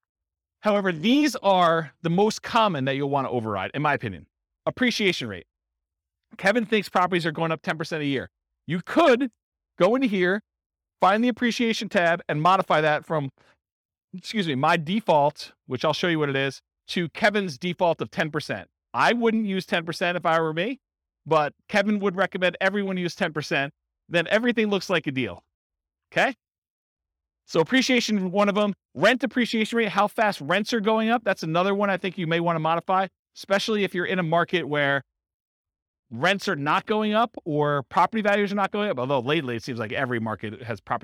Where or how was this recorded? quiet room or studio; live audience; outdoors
live audience